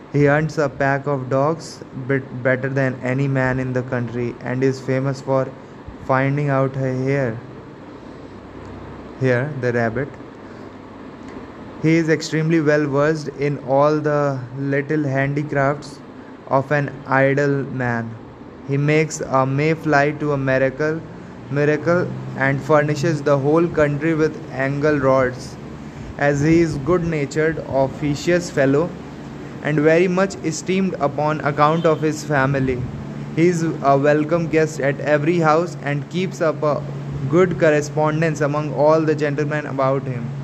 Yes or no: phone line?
no